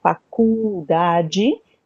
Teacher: É uma coisa diferente que eu, eh, geralmente só o português tem é quando o L tem o som de U. Então, o L, ele, quando ele vem no meio, ele vem com o som de U